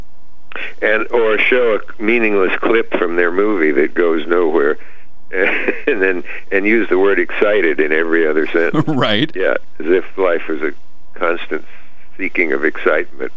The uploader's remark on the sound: called in to talk